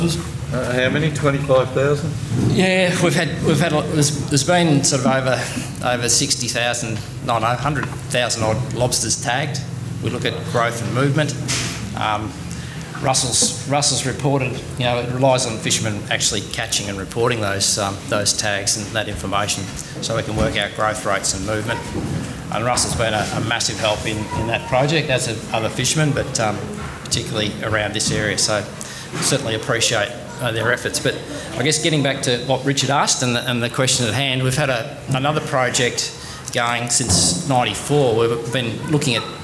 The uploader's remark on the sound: Apollo Bay Seafood Festival 2023. Conversations on the Edge.